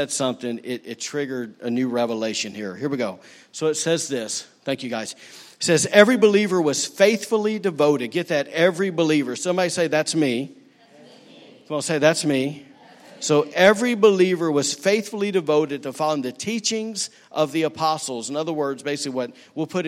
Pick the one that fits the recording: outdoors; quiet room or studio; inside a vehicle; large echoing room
large echoing room